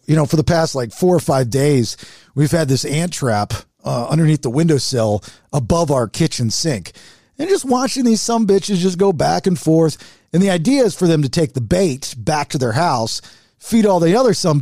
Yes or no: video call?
no